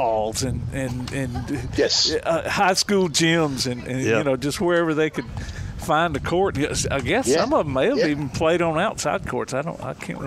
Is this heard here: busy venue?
yes